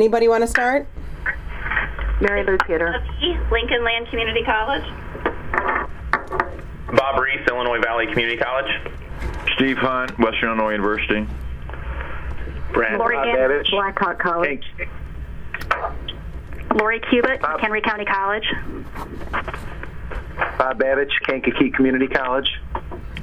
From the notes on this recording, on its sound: IAI Business Major Conference call. Conference call discussion.